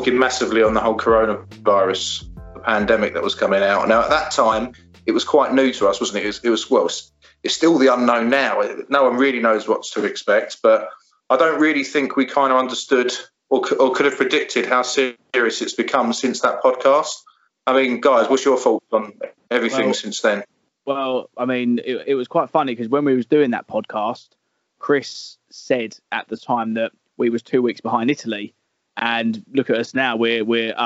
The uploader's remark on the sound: Because at this time the UK are on lockdown, we cannot meet in person to discuss this topic, so we have used Skype to help us bring this podcast to you, so we apologise for the audio quality.